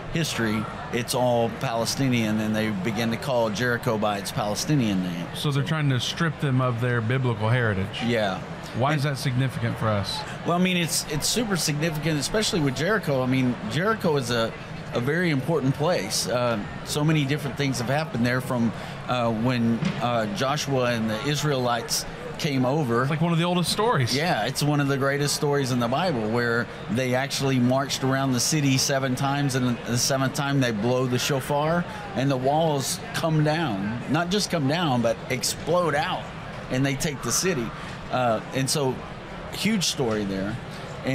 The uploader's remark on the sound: We are doing the show LIVE from the Indiana Convention Center in Indianapolis, Indiana.